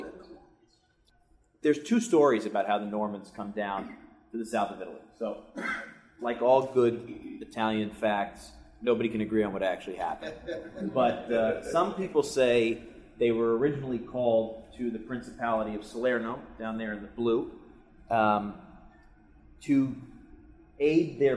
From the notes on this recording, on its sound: Recorded from a live presentation, join our friends in Cleveland.